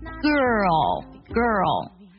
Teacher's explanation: 有个儿化音，有个舌侧音